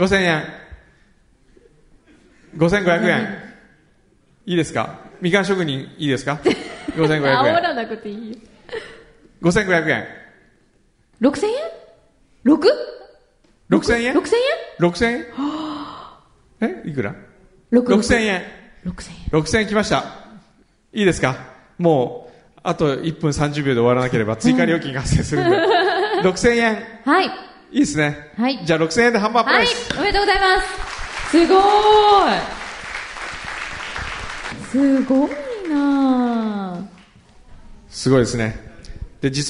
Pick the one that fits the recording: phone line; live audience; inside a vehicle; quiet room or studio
live audience